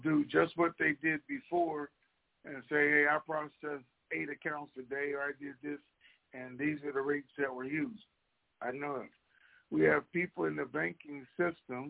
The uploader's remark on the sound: TNTSuperfantastic Conference Call